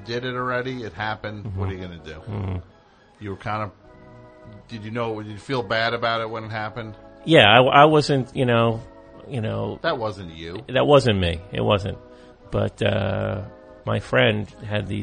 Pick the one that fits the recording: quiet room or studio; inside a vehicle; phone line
phone line